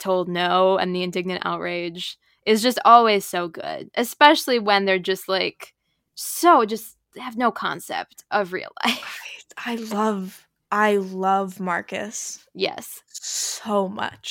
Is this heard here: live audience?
no